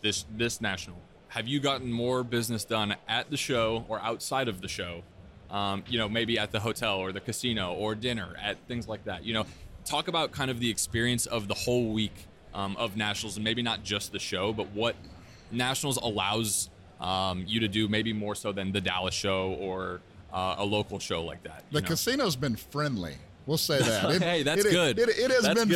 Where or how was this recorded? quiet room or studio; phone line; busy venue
busy venue